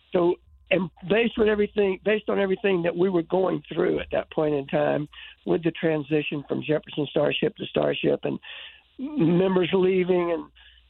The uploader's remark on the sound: called